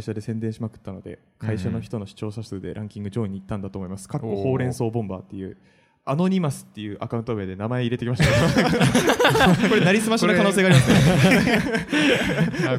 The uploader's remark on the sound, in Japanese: 200回記念の公開収録です！当日の様子をなるべくお届けできるように、BGMなし、カット少なめでお送りします。イベント当日はLT会と公開収録、懇親会と大盛り上がりし本当にありがとうございました。